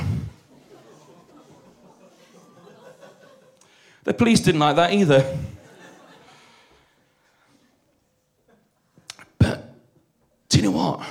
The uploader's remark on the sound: This event was recorded live at The Hackney Attic.